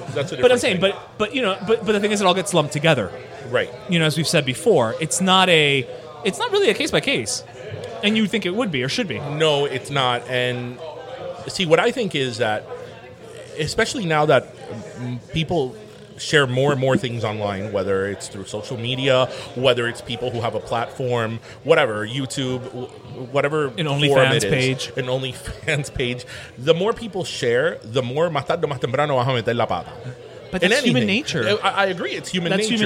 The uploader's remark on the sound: LIVE from Union Beer Store. It’s our first ever live show. We truly felt the love from everyone who came out in support.